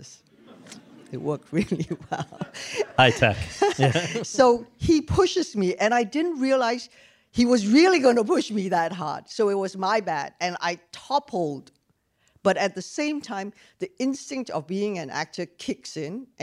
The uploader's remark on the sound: In front of an audience at Chapman University